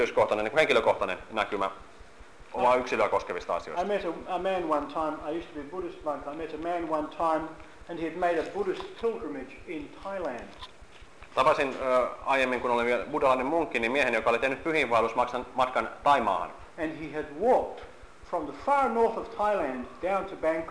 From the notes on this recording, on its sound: Seminars from the mission in Helsinki, Finland November, 2011.